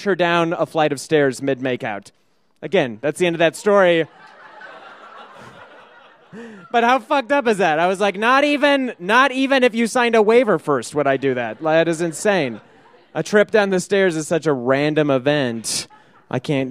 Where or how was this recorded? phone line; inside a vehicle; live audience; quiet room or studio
live audience